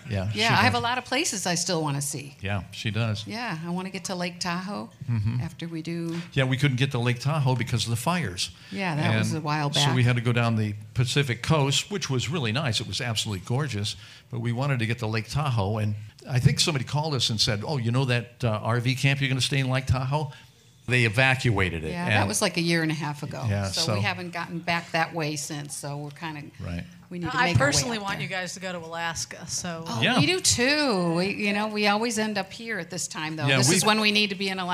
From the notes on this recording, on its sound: We playback our unforgettable live show at the iconic Music Box Supper Club in Cleveland. All recorded live for your entertainment.